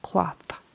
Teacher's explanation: I heard a clothe with a long O and a voiced TH. We want a short O and an unvoiced TH.